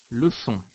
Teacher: 特に意識して口の形を作らず、喉のあたりで自然に空気を出して作る弱いうの音。